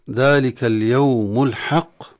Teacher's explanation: عند الوقف على الحق ففيها القلقلة الكبرى، ولكن ينبغي للقارئ أن لا يأتي بالتفخيم في الحاء كما يفعل البعض، ذلك اليوم الحق، وهذا خطأ.